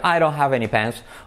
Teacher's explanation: la D se convierte en una R suave y un nativo diría, I don't have any pens.